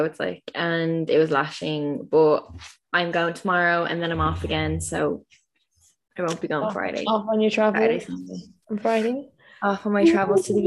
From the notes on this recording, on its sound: AGAIN over zoom but we promise this is only temporary for a little while longer. We've found a solution for our shit quality sound and camera.